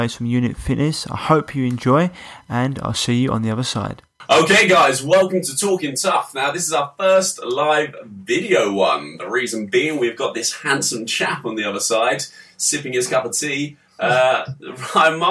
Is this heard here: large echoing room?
no